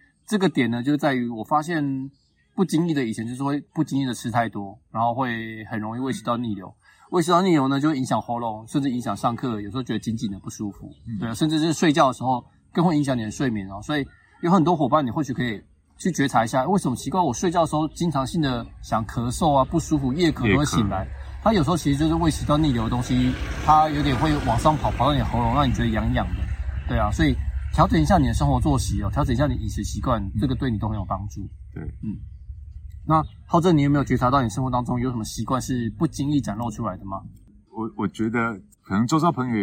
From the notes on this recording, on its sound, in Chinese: 錄製地點是"臺中東豐鐵馬道"